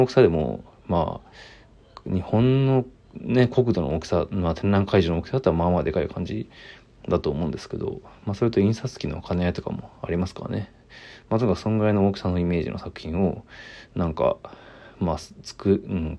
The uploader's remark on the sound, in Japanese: ボイスメモです。